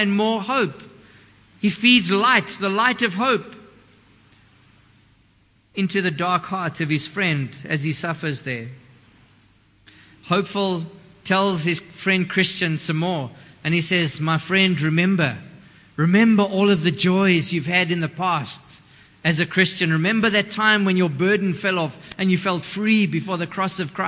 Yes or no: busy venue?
no